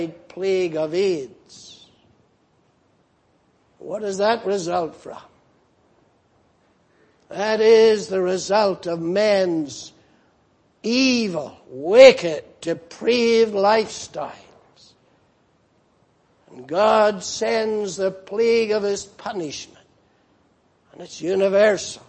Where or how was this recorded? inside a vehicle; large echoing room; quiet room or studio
large echoing room